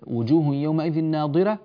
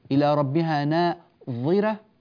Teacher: في وجوه يومئذ ناضرة لا يخرج اللسان إلى ربها ناظرة، هنا يخرج اللسان